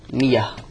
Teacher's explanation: الهمزة المفتوحة بعد الكسر يسمعها ياء